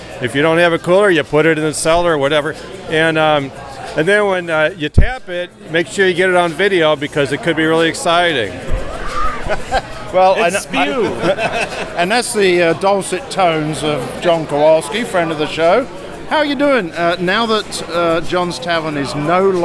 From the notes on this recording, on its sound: we are reporting from a cask ale event from The Firkery, and hosted at Skeleton Key